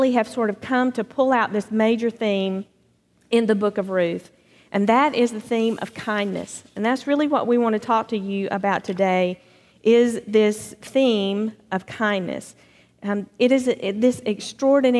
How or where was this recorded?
large echoing room